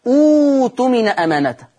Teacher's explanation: إذا اجتمع همزتان، الأولى همزة وصل، خلي بالك، والثانية همزة قطع ساكنة، إذا اجتمع همزتان، الأولى همزة وصل، والثانية همزة قطع ساكنة، فتبدل الهمزة الثانية اللي هي همزة القطع الساكنة من جنس حركة همزة الوصل